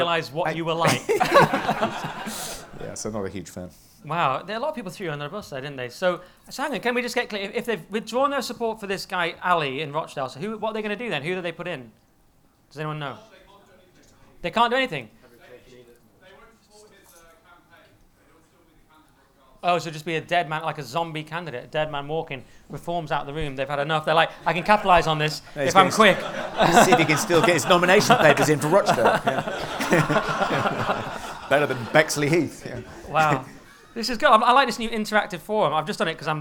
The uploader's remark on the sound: Live at the Hippodrome. Live from The Hippodrome in London’s Leicester Square!